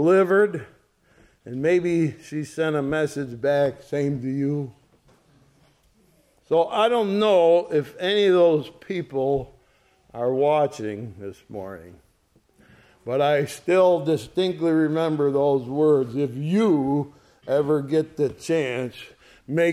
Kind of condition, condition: setting, large echoing room